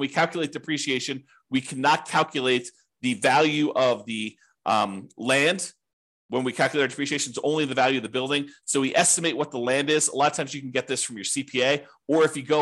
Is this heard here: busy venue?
no